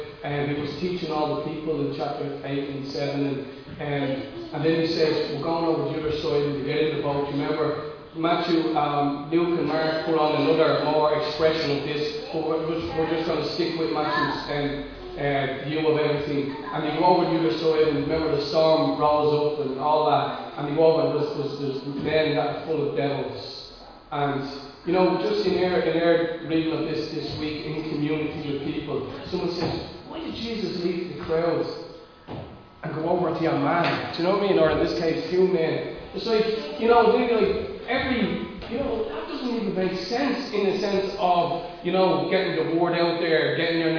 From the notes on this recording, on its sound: Recorded live at Liberty Church on 26th July 2020